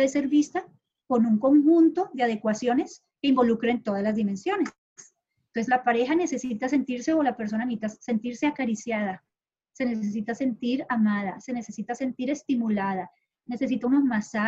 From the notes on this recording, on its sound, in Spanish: Acostumbrándonos todavía poco a poco a grabar reuniones online (disculpen los sonidos raros)